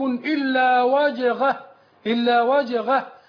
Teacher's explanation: يعني يخرج الهاء من مخرج الغين